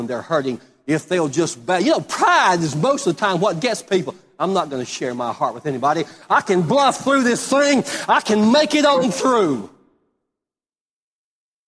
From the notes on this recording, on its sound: Live Service.